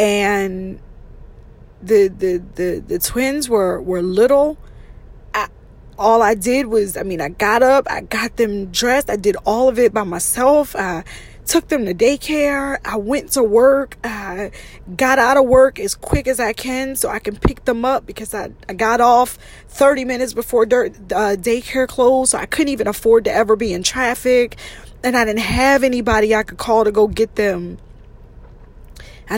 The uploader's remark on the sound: In this episode, I’m in my car! I recorded this while driving.